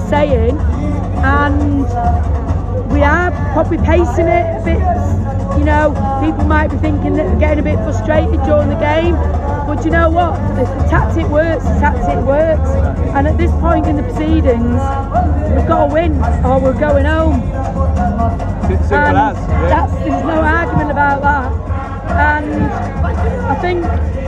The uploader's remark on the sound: recording this podcast at the airport on the way back to Qatar